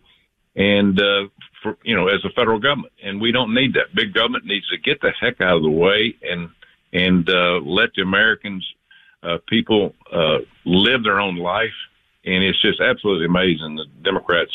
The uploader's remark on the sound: phones